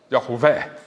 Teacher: It was probably pronounced Yahweh. Three syllables, accent on the last one, and it was veh, not vey.